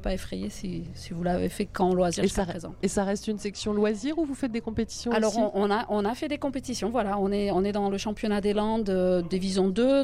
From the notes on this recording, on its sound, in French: En direct du Forum des Associations de Soorts-Hossegor. Au micro de Wave Radio.